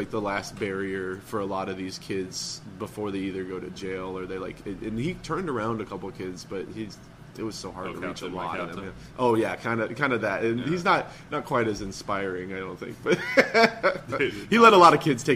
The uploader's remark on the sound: before the weekly comedy open mic at Kelly's Olympian in Downtown Portland, OR!